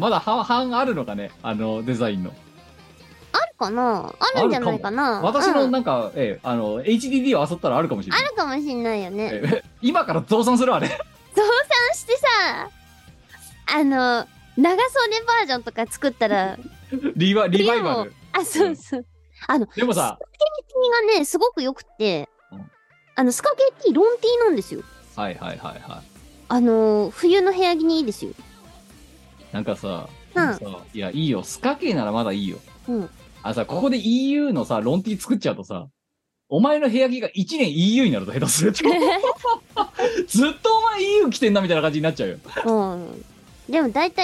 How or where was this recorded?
video call